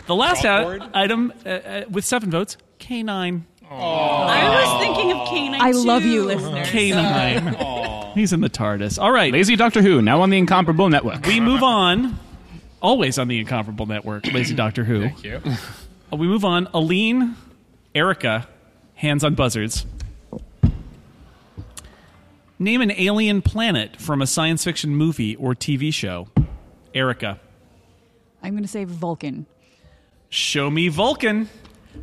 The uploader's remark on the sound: live from Anaheim